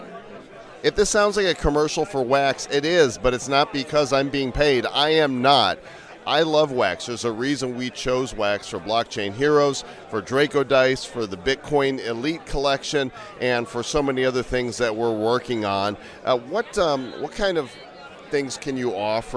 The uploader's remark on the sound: Live from NFT NYC 2022!